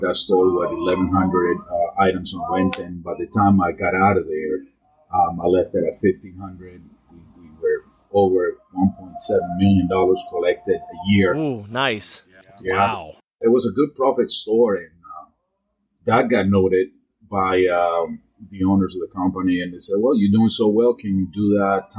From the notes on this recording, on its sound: Disclaimer - this was our 1st out of studio interview and of course we had complications out of the gate. Once you get to the 18:15 mark we get it fixed.